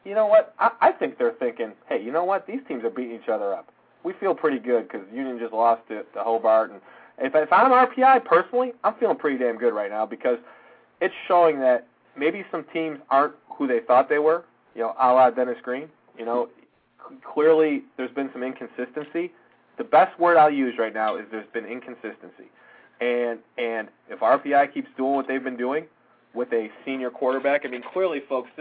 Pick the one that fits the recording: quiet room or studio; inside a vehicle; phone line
phone line